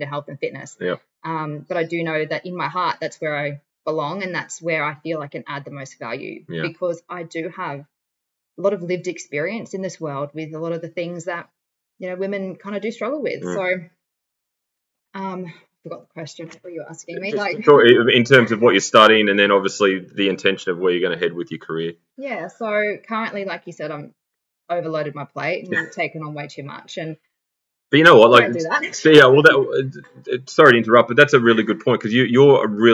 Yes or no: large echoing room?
no